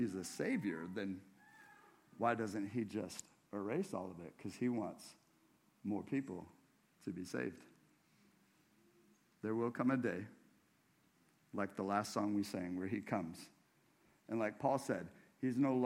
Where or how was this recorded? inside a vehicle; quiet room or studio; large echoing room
large echoing room